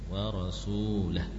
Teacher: Rasulah, jangan panjang. Lamnya pendek.